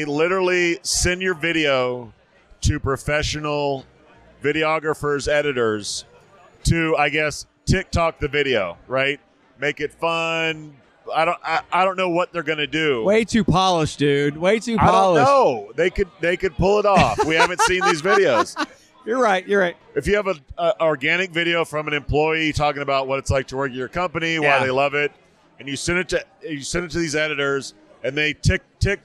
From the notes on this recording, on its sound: Vegas, baby! Live from the Lobby Bar!